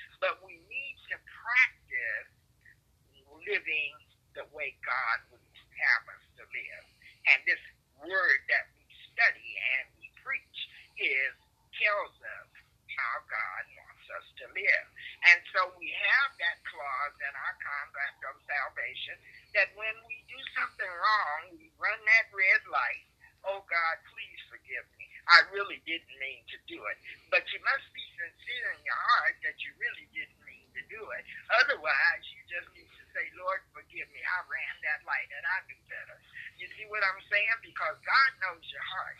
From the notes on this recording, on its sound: Conference call service